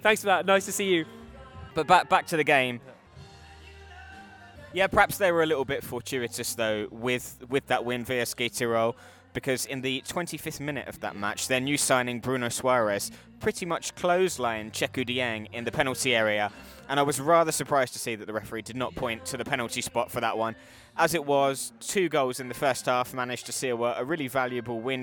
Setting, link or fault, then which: setting, busy venue